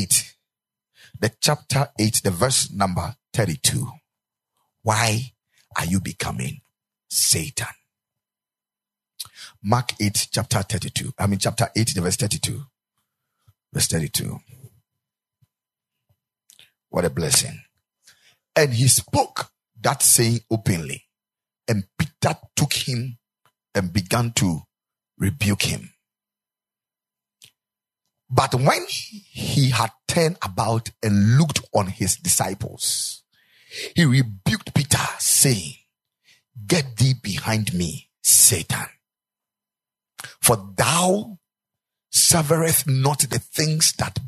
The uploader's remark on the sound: Preached at the Ekklesia Chapel